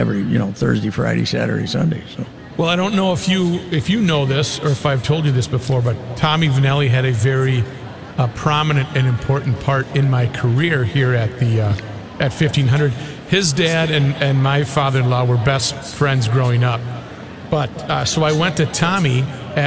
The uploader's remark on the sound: LIVE from the last 3M Championship